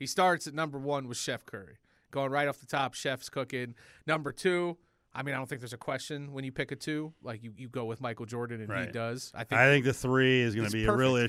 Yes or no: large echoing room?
no